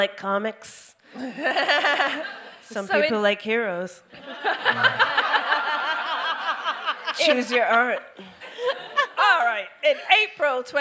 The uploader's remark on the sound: DWSC LIVE. Recounted her ordeal to the baying crowd.